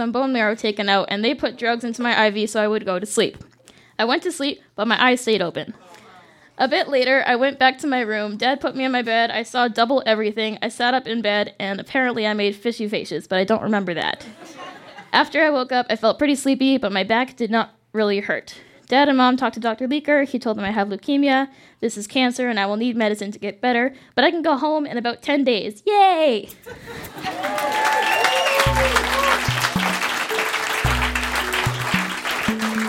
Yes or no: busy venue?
yes